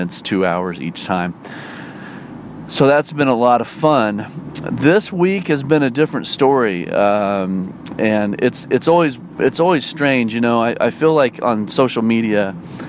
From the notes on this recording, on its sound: Talks about life while driving to a gig.